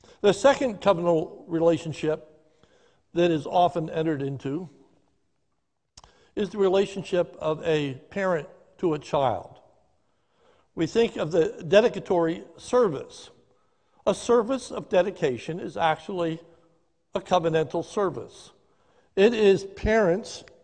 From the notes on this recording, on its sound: This is a sermon recorded live at the Lebanon Bible Fellowship Church in Lebanon, PA during the morning service.